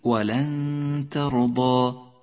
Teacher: رقق حرف التاء ولا تخلطه بالطاء، لا تقل ولن ترضى ولكن ولن ترضى.